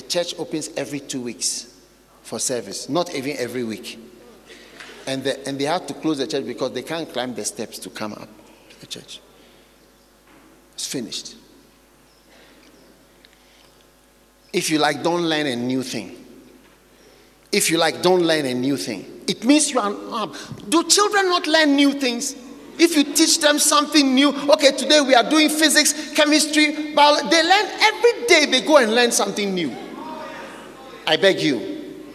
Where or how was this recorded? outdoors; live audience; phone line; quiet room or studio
live audience